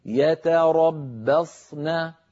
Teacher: نأتي بصاد مفخمة ثم نون مرققة